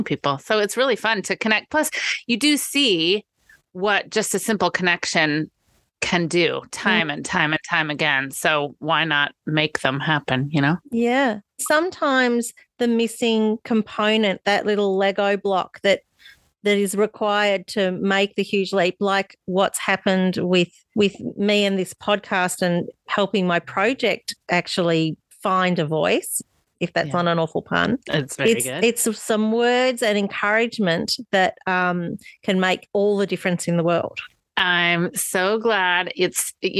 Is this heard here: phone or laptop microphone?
no